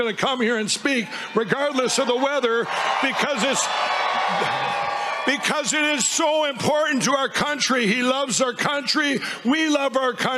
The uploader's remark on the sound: Reports Live From Behind The Scenes At President Trump’s Pennsylvania Rally.